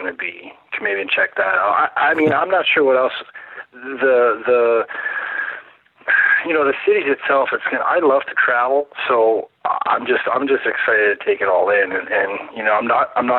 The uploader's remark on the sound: Racked up an expensive phone bill calling Finland and Toronto. Skype credit is a saviour for a podcast like us!